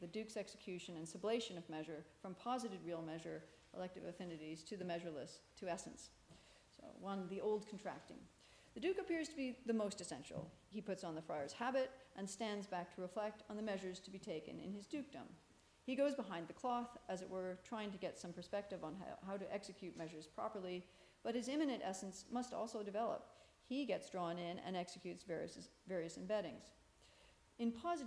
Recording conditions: large echoing room